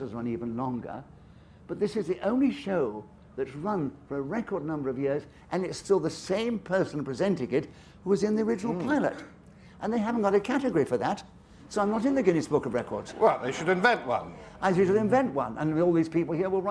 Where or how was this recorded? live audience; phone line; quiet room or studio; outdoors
live audience